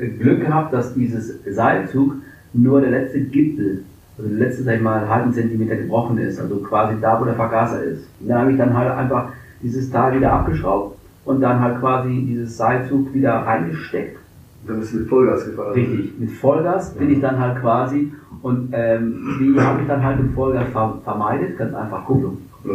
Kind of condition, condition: fault, poor sound quality